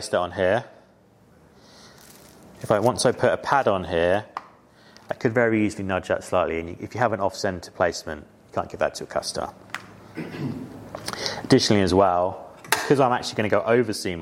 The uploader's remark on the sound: Headwear LIVE 2023. LIVE talk from their Headwear Event on June 28th.